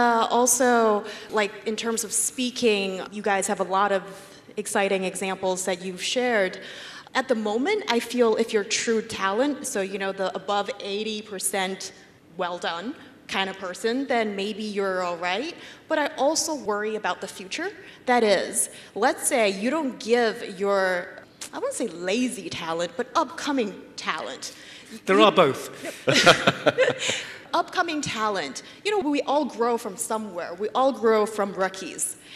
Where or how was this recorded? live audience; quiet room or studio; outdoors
live audience